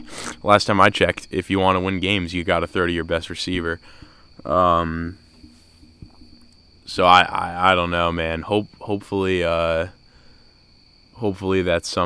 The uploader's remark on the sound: This Was Recorded Outside.